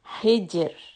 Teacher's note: Now ح has a كسرة، so the را here is automatically soft. But the جيم، we should give the time to make the قلقلة sound.